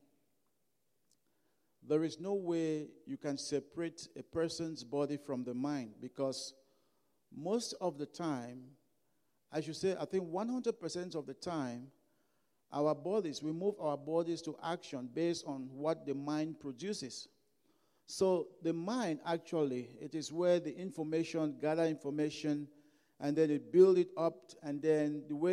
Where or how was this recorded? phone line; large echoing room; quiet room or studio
large echoing room